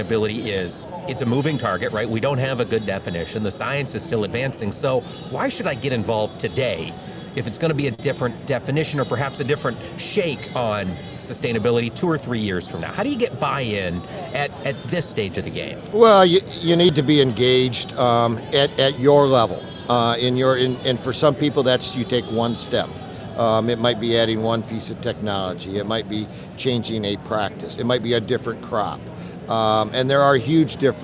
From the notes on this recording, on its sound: broadcasting from the convention center floor in Houston with our friends from National Corn Growers Association